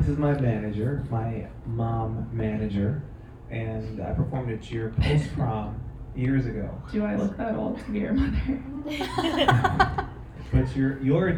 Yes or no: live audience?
yes